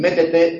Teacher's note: Entonces, si decimos metete, en metete o métete, este es un metete, o métete la mano en el bolsillo, en métete la E tónica, la primera, es más larga, más abierta, más intensa que la otra. · Term: alófono abierto